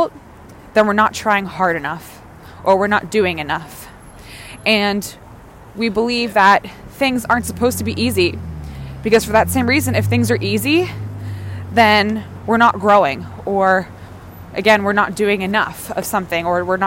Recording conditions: outdoors